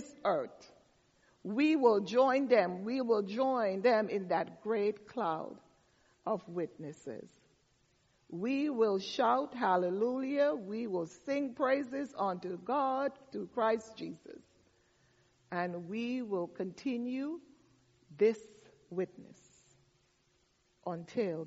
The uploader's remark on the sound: Delivered the message for our All Saints Service.